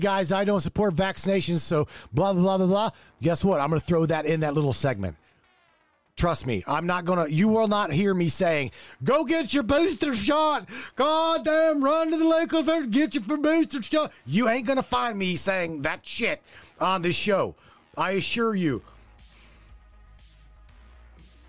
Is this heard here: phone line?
yes